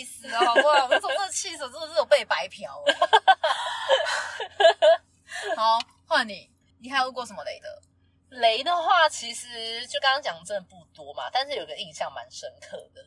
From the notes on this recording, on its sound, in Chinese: 音質較差請見諒